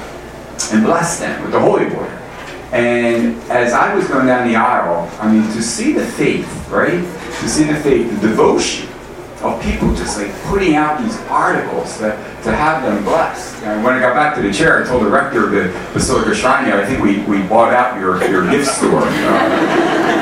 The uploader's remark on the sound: Arlington TOT is held on the second Monday of each month at O'Sullivan's Irish Pub located at 3207 Washington Blvd., in Arlington, VA, across from St. Charles Borromeo Catholic Church, a parish in our Diocese.